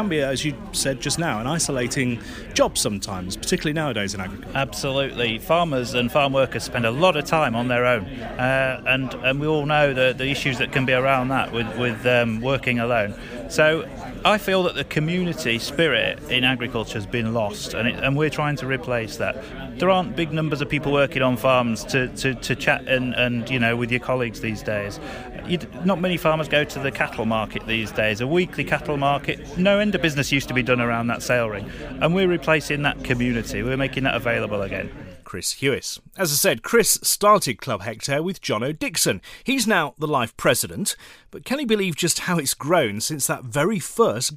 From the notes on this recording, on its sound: We we're at a Conference in Newark this week.